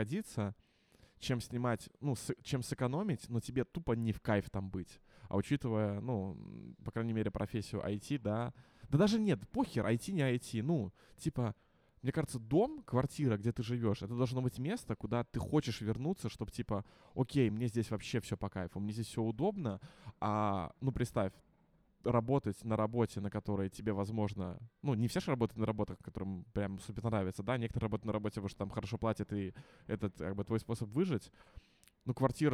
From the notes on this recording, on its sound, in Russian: Клумба Live - Просто душевный выпуск в баре.